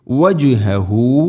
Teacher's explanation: ജീം ഖൽഖല ചെയ്യണം, ശരിക്കും കേൾക്കണം